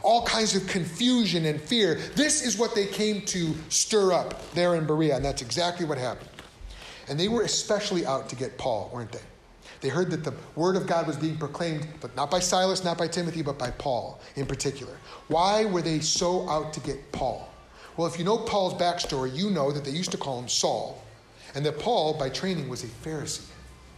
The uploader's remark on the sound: This episode comes from a sermon. Preached at Cross of Christ Fellowship. In Naperville, Illinois.